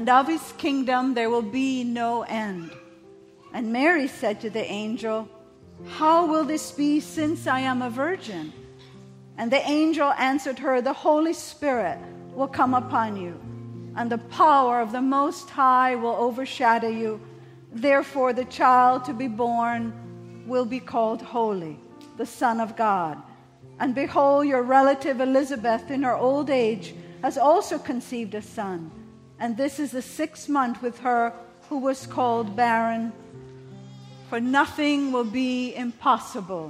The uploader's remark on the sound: At the December 24, 2023 Sunday morning services of Boca Raton Community Church in Boca Raton, Florida.